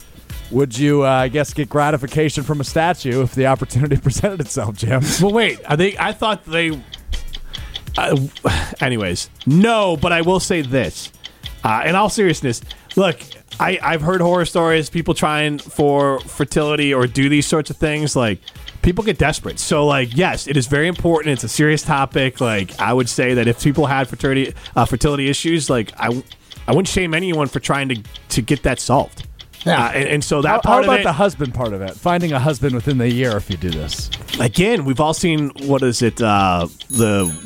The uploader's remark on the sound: A phone call